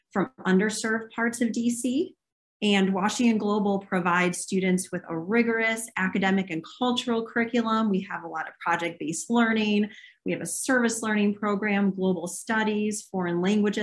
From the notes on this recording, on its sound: In a conversation recorded last month over Zoom.